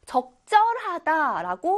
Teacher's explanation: 적절하다에서 적의 받침이 기역이에요. 그리고 그 뒤에 있는 절에서 지읒이 된소리, 쌍지읒으로 소리가 나게 되어 있습니다. 자, 된소리라는 건 강하게 소리가 나는 거죠.